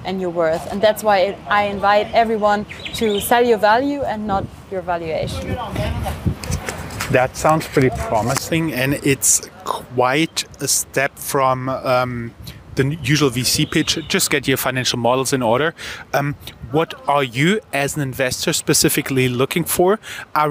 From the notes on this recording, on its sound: This interview was recorded outside of the EU Startups Summit 2023 on April 20th in Barcelona.